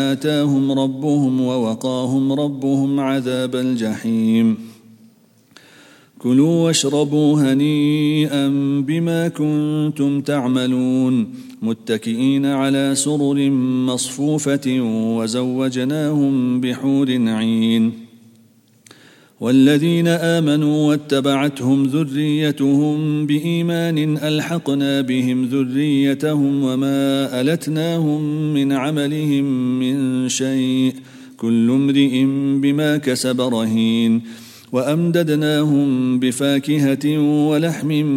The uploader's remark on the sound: at the Houghton Masjid (West Street)